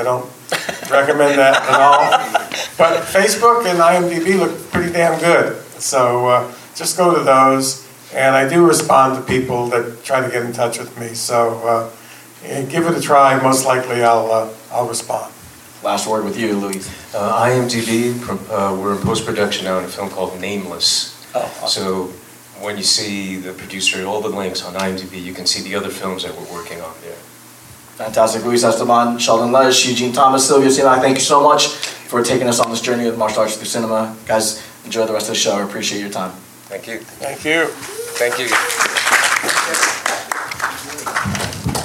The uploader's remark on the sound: From the Urban Action Showcase & Expo 2023, the Kung Fu Drive-In Podcast hosted the MARTIAL ARTS IN CINEMA Panel.